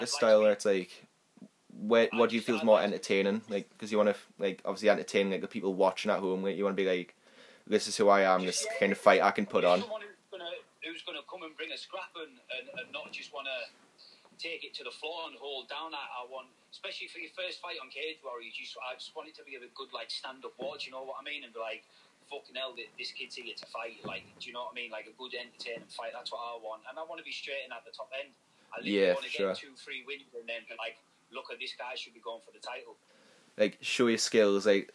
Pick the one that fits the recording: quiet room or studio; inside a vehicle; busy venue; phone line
phone line